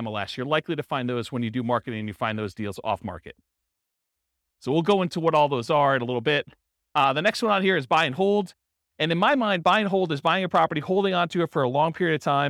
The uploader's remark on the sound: This was a live class recorded. Real estate entrepreneurs in Vancouver, Washington.